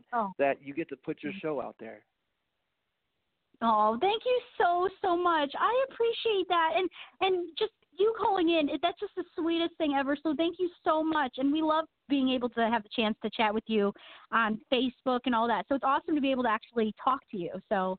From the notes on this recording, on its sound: We celebrate with call in guests